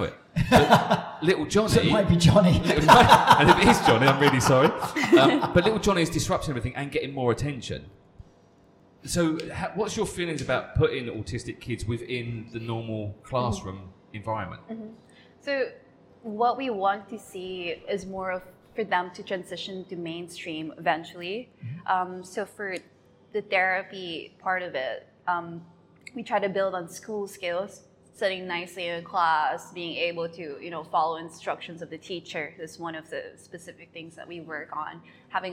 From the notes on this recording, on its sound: Recorded at Sync coffee in Kamala